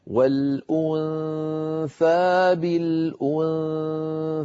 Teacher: الحرف الذي بعده حرف الثاء، ومثاله كما نرى بالنسبة للنون والأنثى بالأنثى، ننتقل من مخرج الهمزة إلى مخرج الثاء مباشرة ويبقى من النون غنتها كما أسلفت، لا أضغط على مخرج الثاء إلا عندما أنطق الثاء.